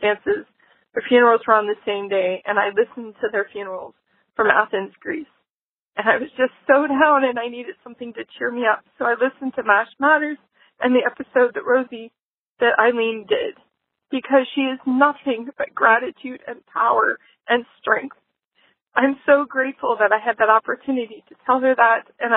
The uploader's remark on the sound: A Smattering of Voicemails. Listen to your (mostly) friendly voicemails and answer (mostly) your questions!